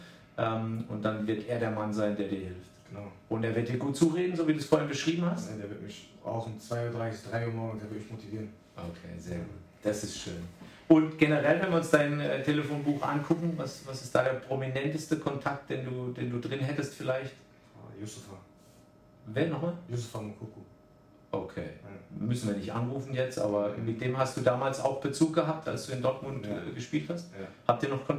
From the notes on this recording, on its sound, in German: Während der Aufnahme hatten wir leider technische Probleme, bitte entschuldigt die Qualität!